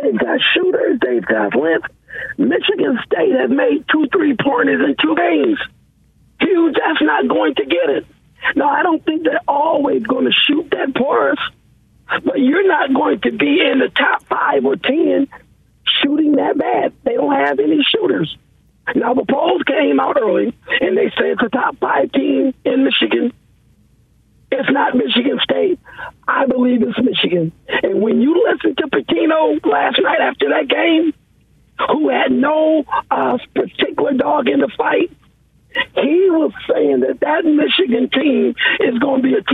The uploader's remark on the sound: so we took some of your calls